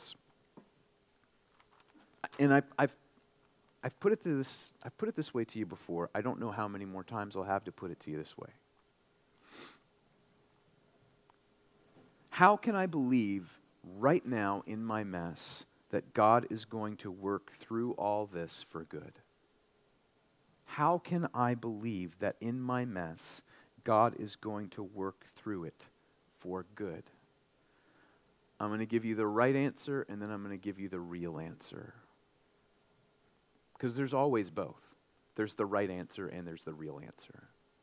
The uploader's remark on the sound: this sermon during our March 19, 2023, Sunday worship service